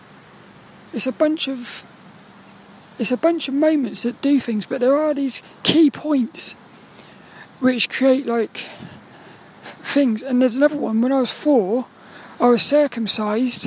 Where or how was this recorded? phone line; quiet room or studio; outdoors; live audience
outdoors